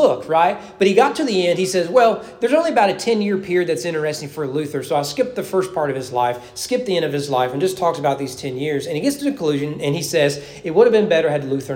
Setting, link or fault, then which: setting, large echoing room